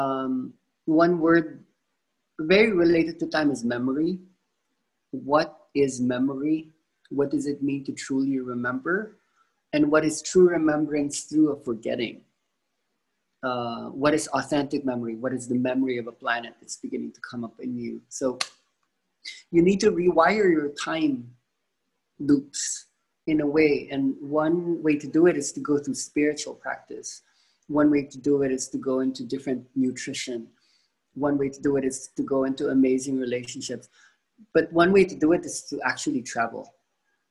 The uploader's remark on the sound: This was the first zoom call for Week One for the online-ides.